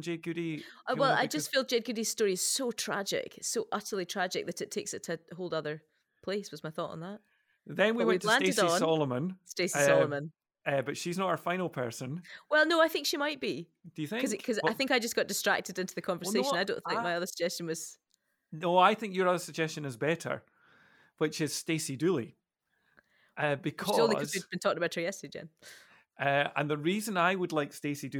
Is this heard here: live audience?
no